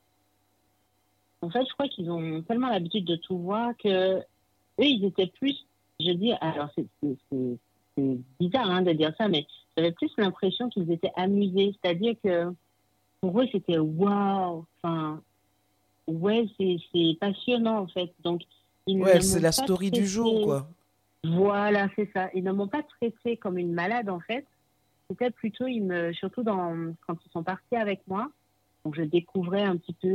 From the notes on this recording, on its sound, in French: Vous me pardonnerez la qualité sonore due à une mauvaise communication téléphonique. Mais j’ai refusé d’enlever à la spontanéité de l’échange en procédant à un nouvel enregistrement.